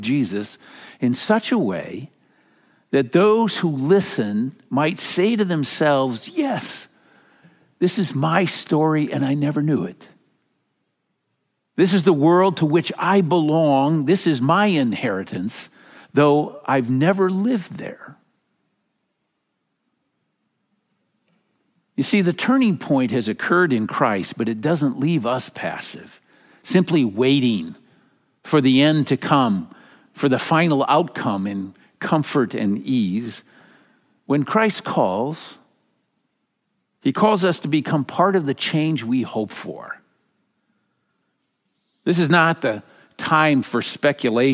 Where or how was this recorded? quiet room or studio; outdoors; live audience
live audience